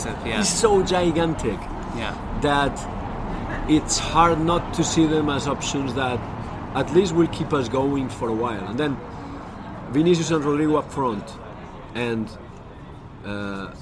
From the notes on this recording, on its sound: This podcast was recorded in a beautiful outdoor patio in Paris on Sunday evening